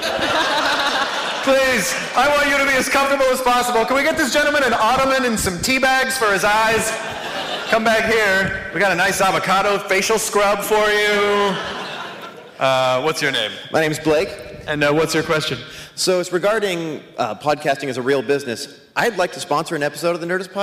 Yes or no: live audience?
yes